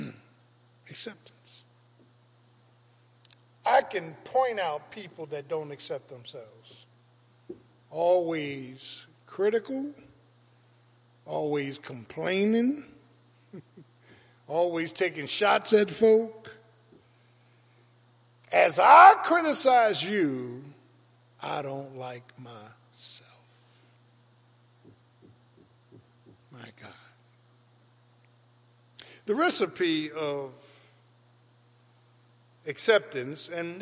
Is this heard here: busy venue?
no